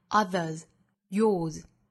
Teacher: 一个是 Other,一个是 Your,尾部加的 S 都读浊辅音